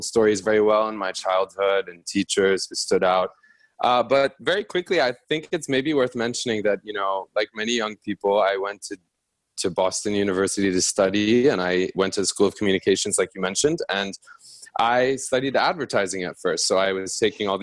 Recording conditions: video call